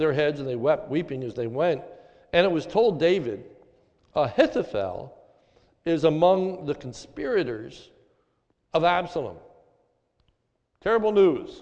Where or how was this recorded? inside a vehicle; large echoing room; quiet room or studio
large echoing room